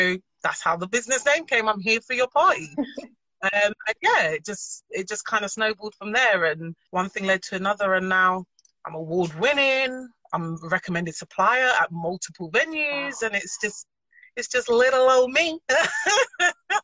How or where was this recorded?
video call